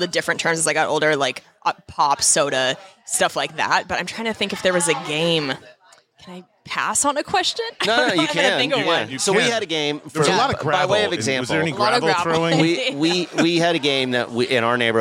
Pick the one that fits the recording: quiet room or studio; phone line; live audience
live audience